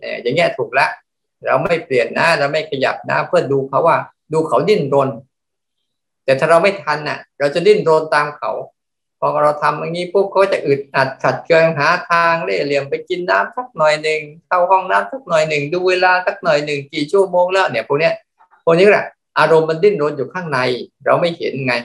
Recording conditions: video call